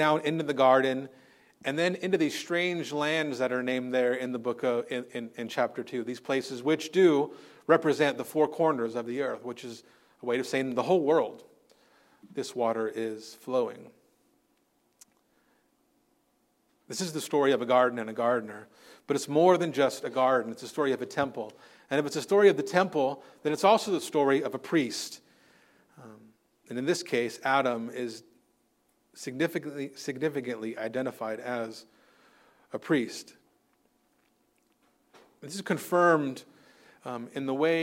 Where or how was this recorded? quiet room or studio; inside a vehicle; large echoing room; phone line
large echoing room